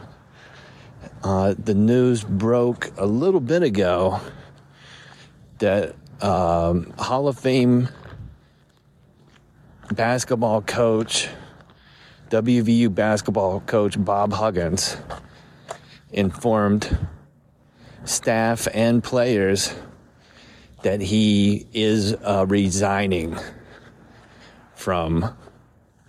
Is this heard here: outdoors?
yes